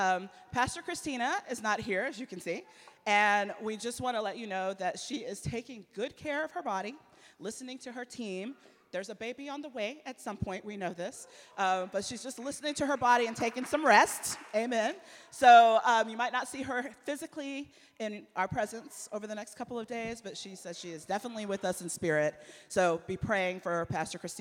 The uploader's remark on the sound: Embrace Sunday Gathering (September 17, 2023 at 11am) Embrace Church, Lexington, KY